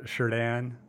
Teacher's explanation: It's got the CH in front, but it's actually a SH sound to it.